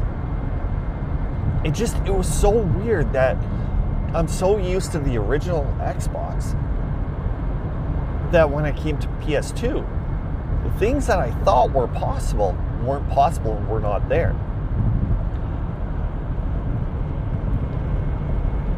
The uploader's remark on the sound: Audio quality is not studio produced but rather produced in a moving mini van which decreases the quality. Every episode quality will vary from time to time as it depends on the equipment that is available as well as the outside weather. The weather could add extra wind noise to rain falling on the windshield to other vehicles driving by.